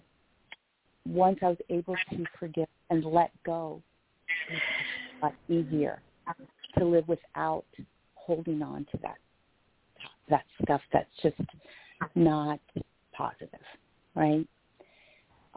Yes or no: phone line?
yes